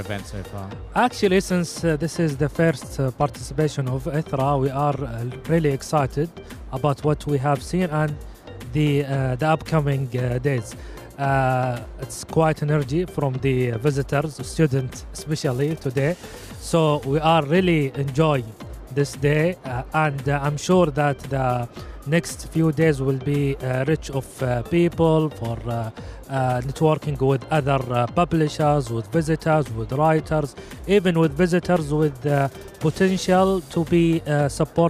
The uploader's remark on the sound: Live at SIBF 2023